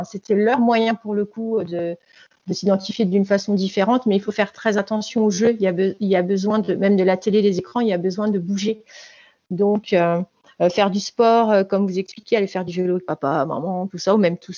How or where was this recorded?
video call